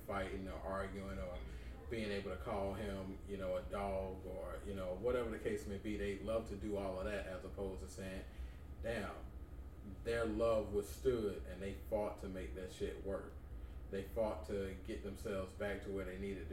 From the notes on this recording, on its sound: in the mist of our technical difficulties